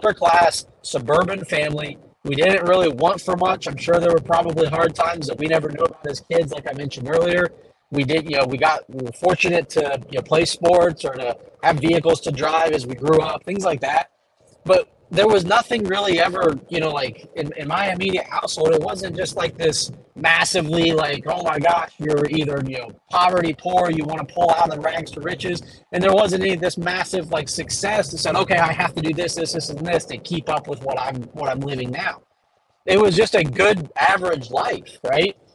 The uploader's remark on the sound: Took the chance and recorded in the truck for this one...excuse the audio/video quality!